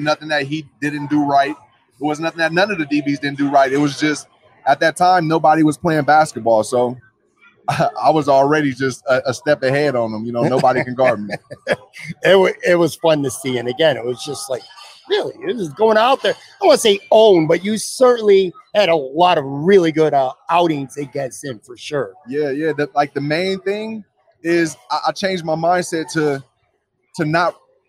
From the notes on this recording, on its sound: For a conversation recorded live at Imperial Pizza. Imperial Pizza (1035 Abbott).